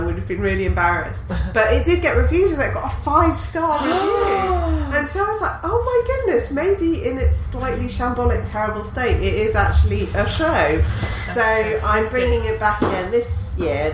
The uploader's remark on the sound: Live from the Latitude festival. Many thanks to the lovely people from the New Statesman who let us record in their backstage area. Sorry the sound quality's not so great - it's festival ambience, innit.